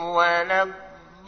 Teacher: Wahu tipis, lamnya tipis, lam tidak boleh tebal kecuali di laf al-jalalah